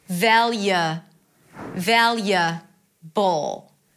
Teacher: It's an L sound, a y, and a schwa.